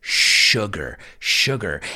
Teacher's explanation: it doesn't have an SH in it, but we pronounce it as if there were an SH in it